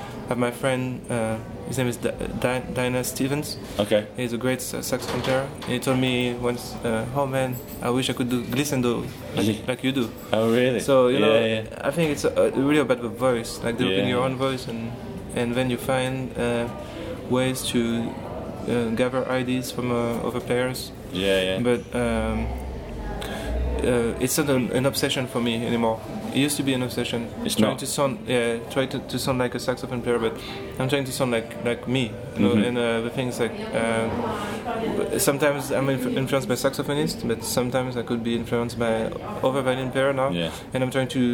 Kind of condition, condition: setting, busy venue